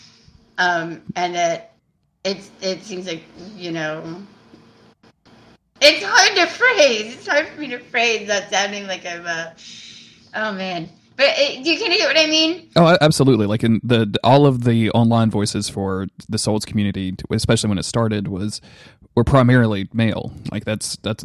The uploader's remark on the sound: Editor's note: there was some audio echo prevalent in this episode. I think I was able to squash most of it, but if you hear some I'm sorry.